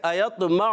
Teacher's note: ऐन को जो है मजहूल नहीं पढ़ना, मारूफ